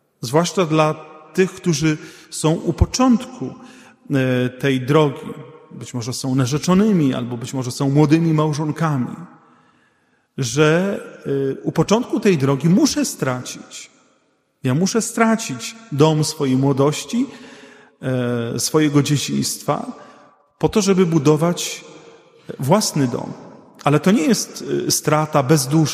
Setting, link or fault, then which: setting, large echoing room